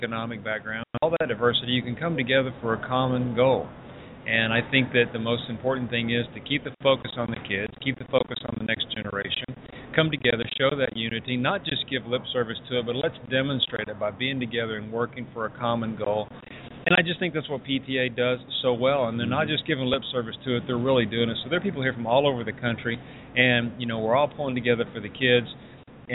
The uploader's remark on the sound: For the third consecutive year, WatchDOGS Radio will be broadcasting LIVE from the convention floor of the 2015 National PTA Convention. This year, the convention is in Charlotte, N.C. You never know who might walk by and wind up being a part of the WatchDOGS Radio show during our live broadcast.